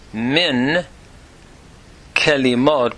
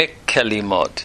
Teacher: Notice the min here, or the mem here, is a preposition from, and the noon has assimilated into the kaf · Shown in: second take · So we have min kelimot becoming mikkelimot.